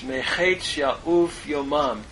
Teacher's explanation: The noon has elided here, since the chet cannot be doubled, being a guttural. And what we have is compensatory lengthening under the men, changing to May, the noon having elided.